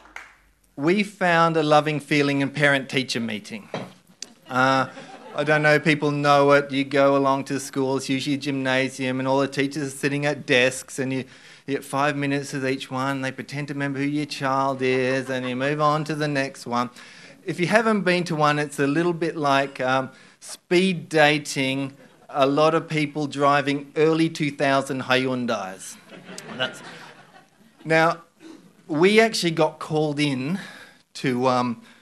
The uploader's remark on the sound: Barefaced Stories are told live onstage in Western Australia.